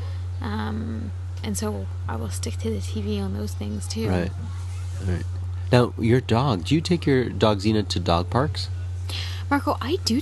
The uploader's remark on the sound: We are back outside and recorded this episode in the backyard, with sounds of the neighbourhood all around them.